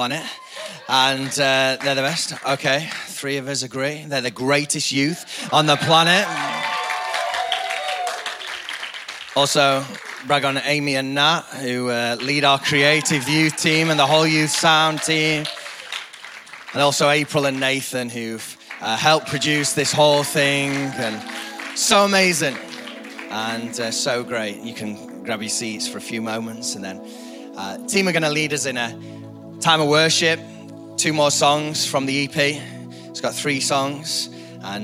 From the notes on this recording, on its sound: EP Launch Night. IKON Church. Recorded live at the Chesterfield Campus this is the message from the evening service.